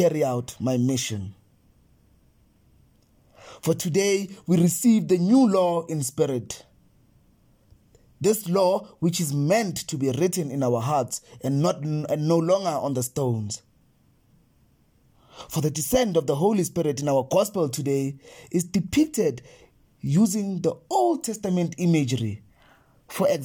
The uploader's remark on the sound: the homily preached at Holy Trinity Catholic Church in Braamfontein, South Africa